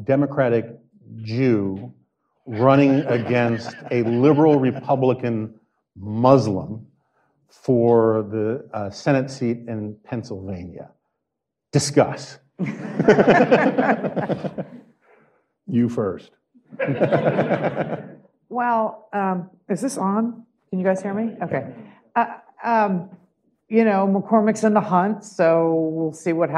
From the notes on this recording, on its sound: Recorded live at the American Enterprise Institute before a crowd of Dispatch devotees, the episode features two panel discussions.